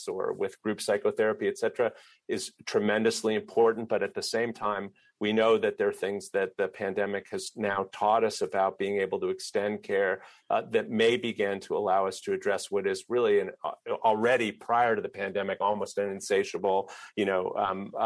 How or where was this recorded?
video call